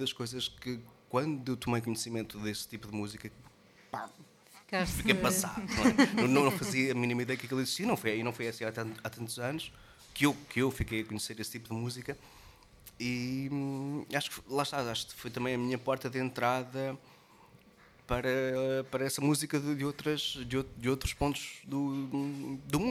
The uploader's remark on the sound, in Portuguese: Foi o que aconteceu em mais uma tarde de Salt Peanuts ao Vivo na Chasing Rabbits. Na verdade não saímos fisicamente da Rua do Sol ao Rato.